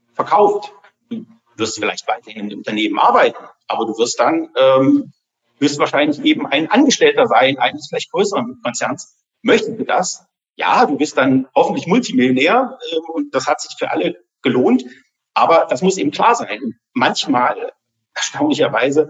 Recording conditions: video call